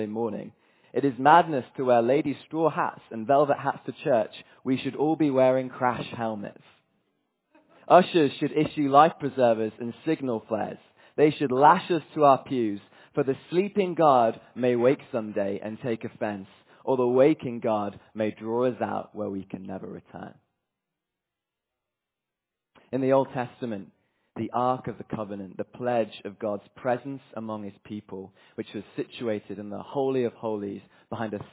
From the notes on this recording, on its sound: From Emmanuel Church Durham on Sunday 25th June, 2023, as we were joined by delegates from the ‘Revive Our Hearts Europe’ conference.